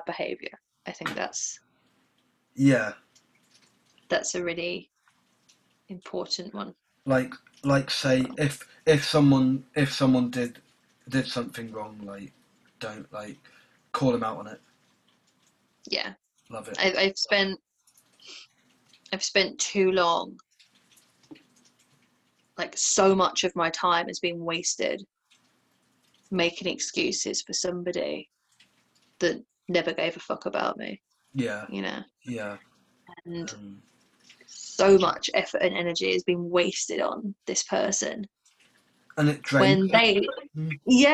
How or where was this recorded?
video call